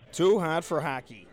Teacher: The vowel is articulated in a way such that the tongue is pushed a bit farther forward in the mouth than it is for a lot of other speakers. · Term: fronted